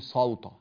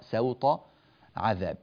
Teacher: سوطا بترقيق السين وتفخيم الطاء · Shown in: second take